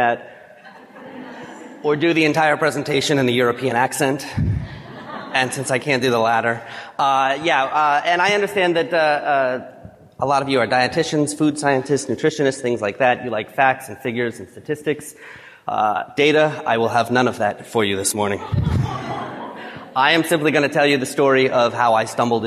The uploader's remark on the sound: 2017 FNCE Presentation.